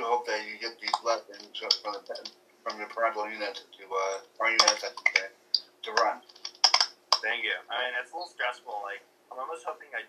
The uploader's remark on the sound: sorry for the static